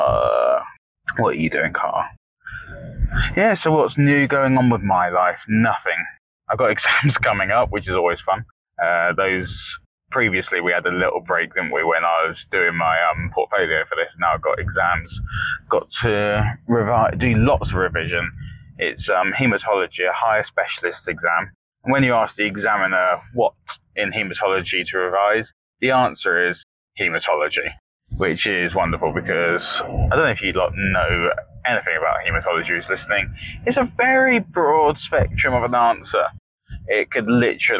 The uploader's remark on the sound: Not in the same room, or at the same time... Whilst he's driving home from a night shift.